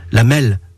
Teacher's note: on roulait le R, ce qui le rend très proche d'un L.